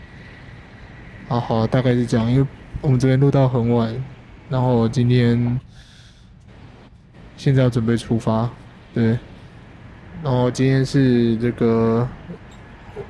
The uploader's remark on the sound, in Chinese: 這次深夜說繪話到雲林拜財神之旅，隨著我們一路邊走邊錄音，。還有採訪到當地不同店家的人物。